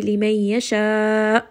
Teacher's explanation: Liman yasha'u, And then we end here on a nabr. Make sure that you give that hamza a little bit of jahr, that jerkiness from the throat.